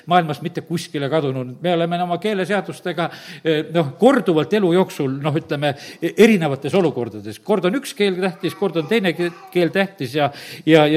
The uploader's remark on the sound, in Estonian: Audio salvestus koosolekult